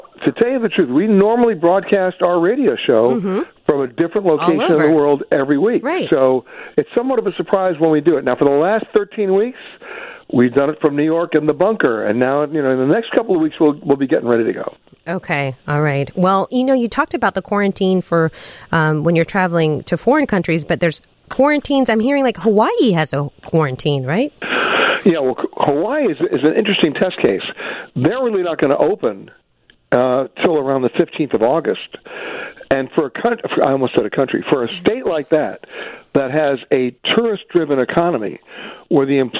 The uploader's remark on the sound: he takes your phone calls